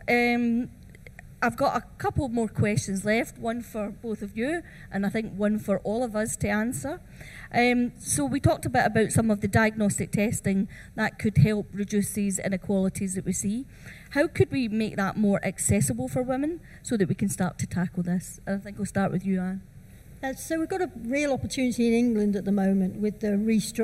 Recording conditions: busy venue